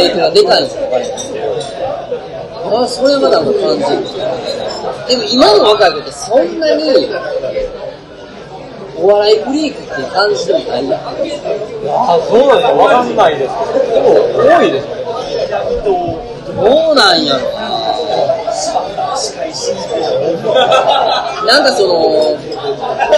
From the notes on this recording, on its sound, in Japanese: 居酒屋トーク。雑音がきつくてすいません。